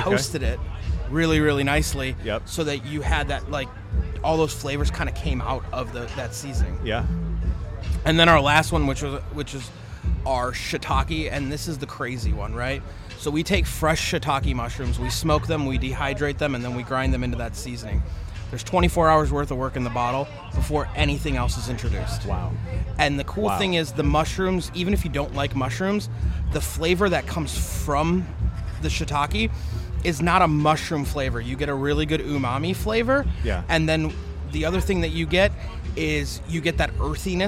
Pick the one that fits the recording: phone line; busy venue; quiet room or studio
busy venue